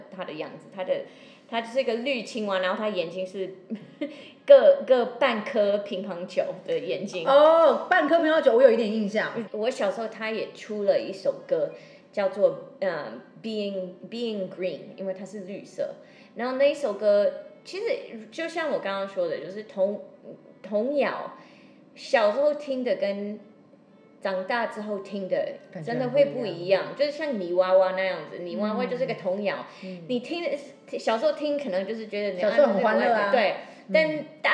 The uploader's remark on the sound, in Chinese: 透過主持人提問邀請，現場觀眾說出自己的感受，。由劇團立即即興重現，。